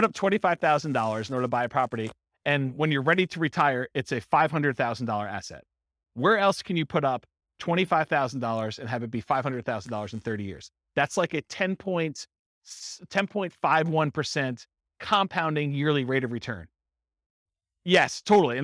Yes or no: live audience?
yes